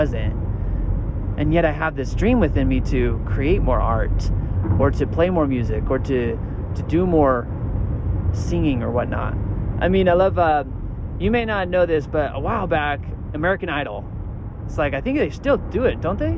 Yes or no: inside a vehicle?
yes